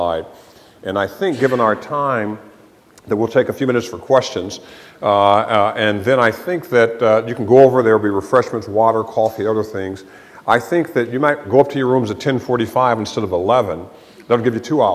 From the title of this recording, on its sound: Keynote at Internet & Society 2007